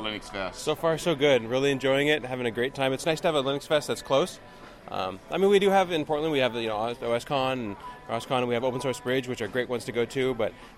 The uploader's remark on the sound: On Location at LinuxFest Northwest